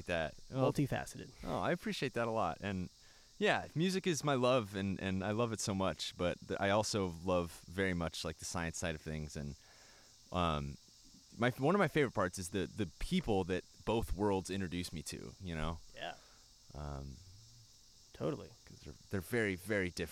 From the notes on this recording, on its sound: recorded one in the backyard